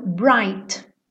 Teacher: Abriu o I, bright, já vai direto pro T